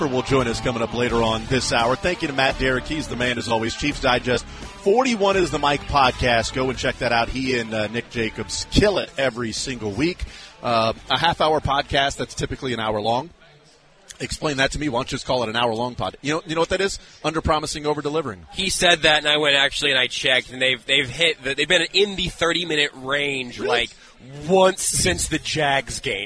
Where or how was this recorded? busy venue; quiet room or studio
busy venue